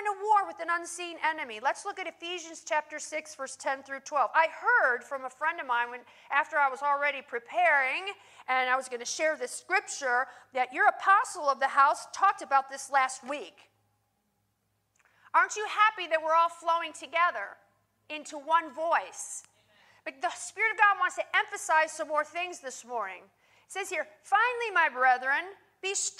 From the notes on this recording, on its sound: In this teaching, recorded live at Worship Church.